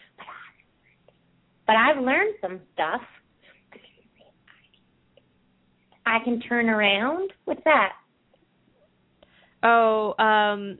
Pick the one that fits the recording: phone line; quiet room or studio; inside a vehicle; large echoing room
phone line